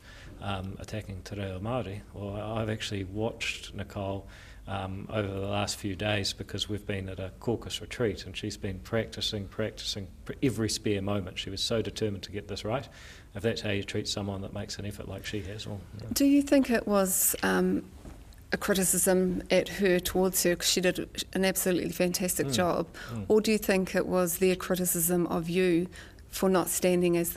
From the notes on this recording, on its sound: In a fiery interview recorded at Waitangi.